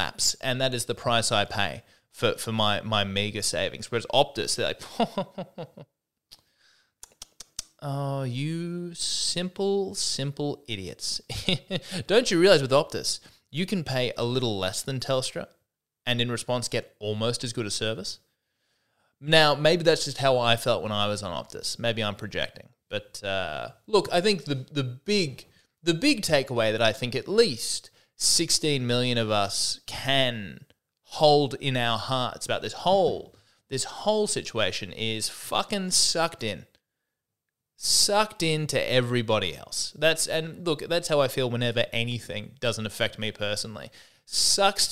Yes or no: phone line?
no